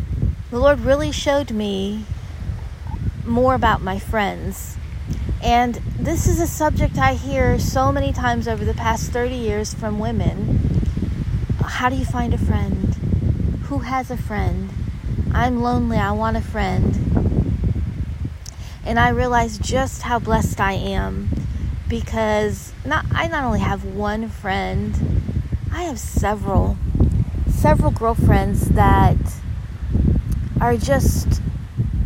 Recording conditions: wind noise